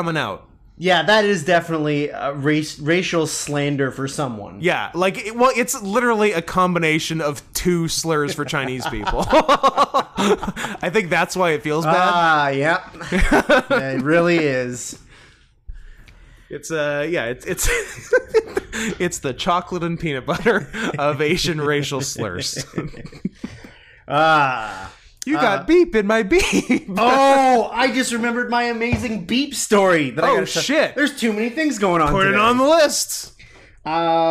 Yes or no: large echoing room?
no